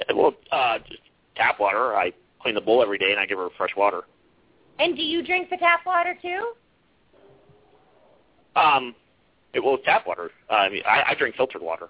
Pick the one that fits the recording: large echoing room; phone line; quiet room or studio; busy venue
phone line